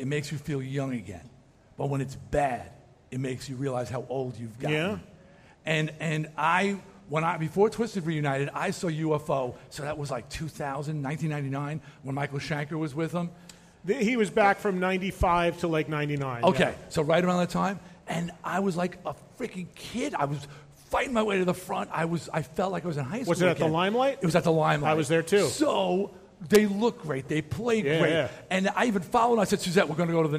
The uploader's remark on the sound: Recorded in front of a live audience at House of Blues in Houston, T.X.